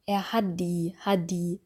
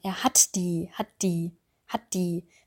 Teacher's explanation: Ein weiteres Beispiel für die progressive Assimilation, also dass der stimmlose Laut einen Effekt auf den stimmhaften Laut hat · Shown in: second take